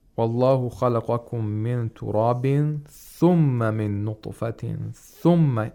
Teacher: On the ثُمَّ he places the stress, because they're like a new sentence.